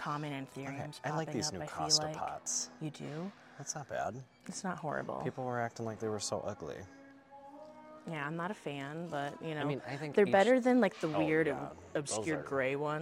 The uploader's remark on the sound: Recorded live and on-location at four different big box stores. We peruse the isles and try to not let the employees onto us recording in their stores.